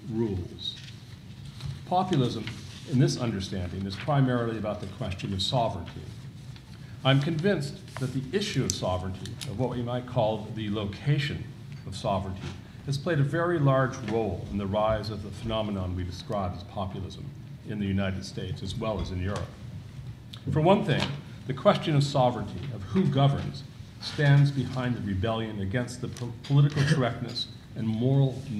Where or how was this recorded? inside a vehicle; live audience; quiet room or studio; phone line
live audience